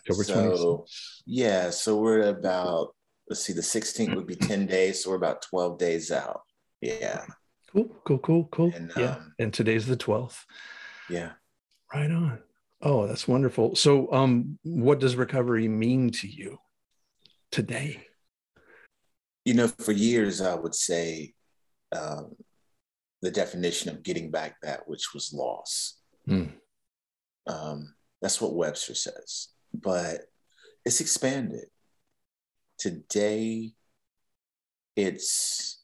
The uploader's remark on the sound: Recorded 10.12.2021 from Raleigh, NC & Atlanta, GA on Zoom